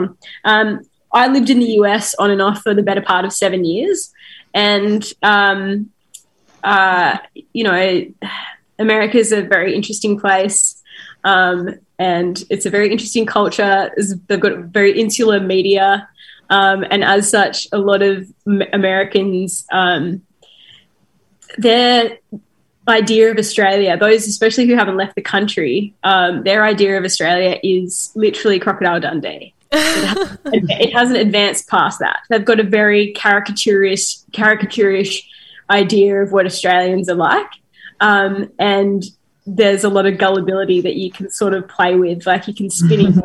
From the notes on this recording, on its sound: This episode was recorded while South Australia was in lockdown. Chatting over Zoom today. This podcast is recorded on the land of the Kaurna people.